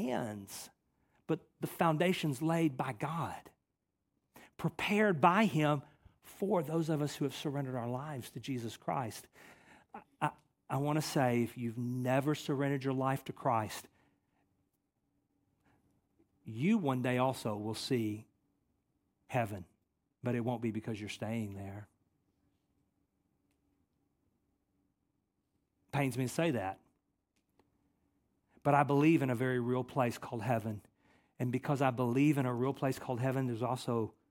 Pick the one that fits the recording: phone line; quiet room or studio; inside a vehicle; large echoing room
large echoing room